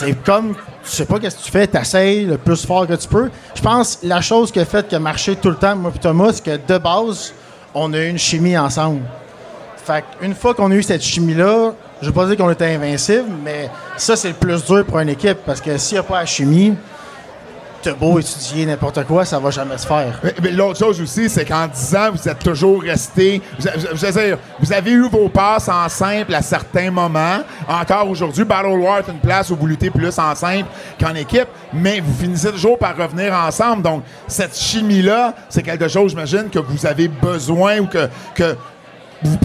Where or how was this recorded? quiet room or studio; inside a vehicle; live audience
live audience